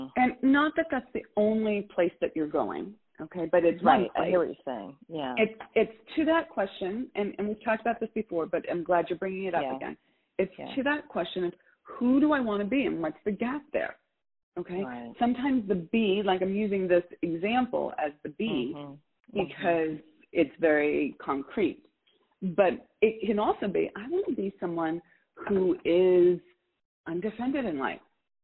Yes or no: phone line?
yes